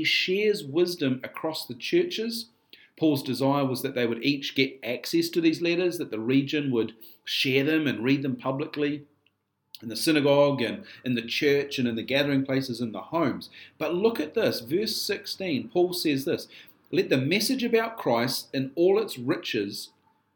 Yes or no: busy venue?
no